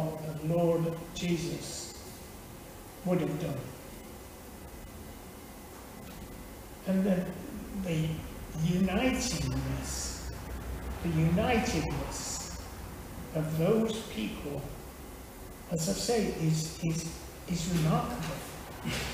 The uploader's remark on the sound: Teaching at Withington Christian Church